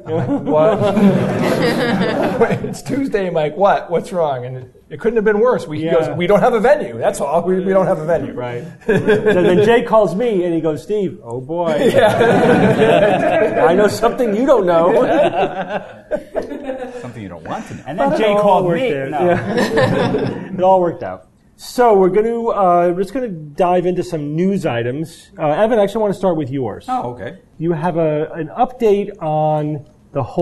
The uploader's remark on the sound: Live Recording from NECSS 2017.